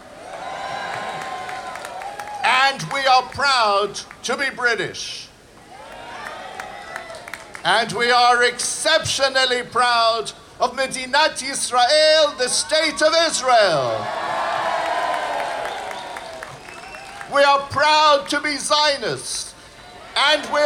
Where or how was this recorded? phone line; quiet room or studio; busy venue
busy venue